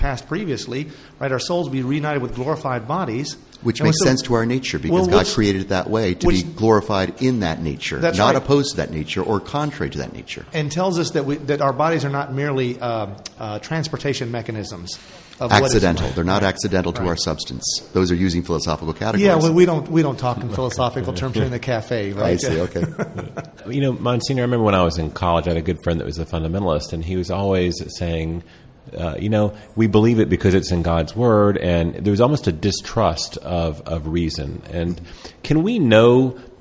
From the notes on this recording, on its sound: Our final show from the luxurious corner booth of the French Catholic Cafe this year